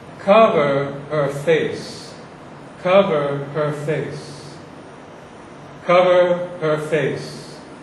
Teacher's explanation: the first syllable and the last syllable get accent, and the two middle syllables are short · Term: choriamb